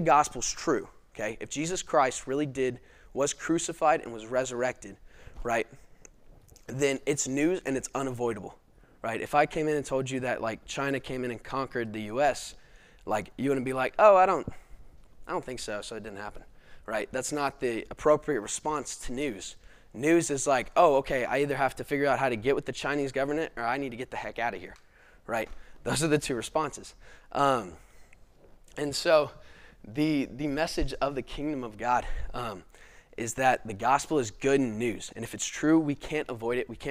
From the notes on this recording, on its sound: This video is from our 2021 Fall lecture series responding to Gospel Objections.